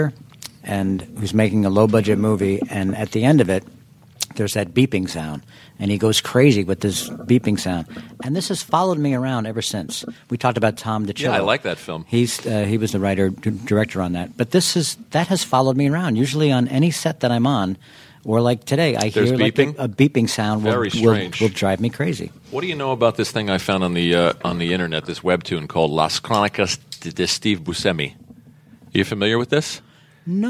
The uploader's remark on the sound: recorded at the New York Friars Club